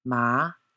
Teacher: Second tone, ma, a rising note.